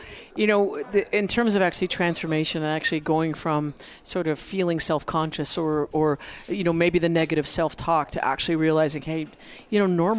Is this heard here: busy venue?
yes